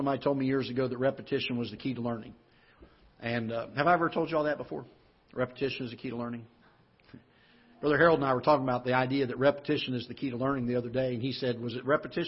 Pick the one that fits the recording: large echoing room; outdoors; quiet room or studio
large echoing room